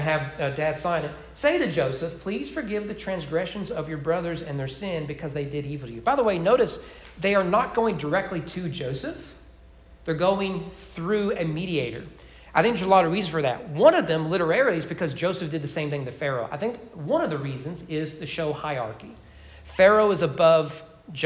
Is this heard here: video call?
no